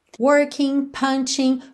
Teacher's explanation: a gente não pronuncia o G dessa terminação ING